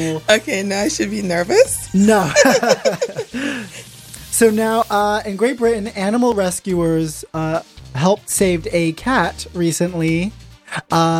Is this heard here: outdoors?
no